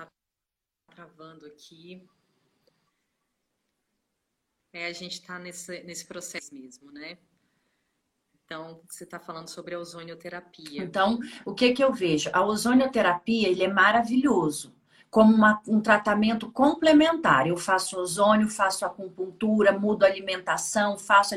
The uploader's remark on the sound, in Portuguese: Live do IG